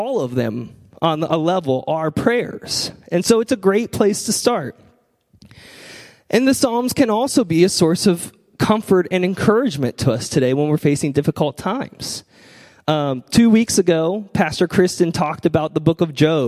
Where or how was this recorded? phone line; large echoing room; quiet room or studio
large echoing room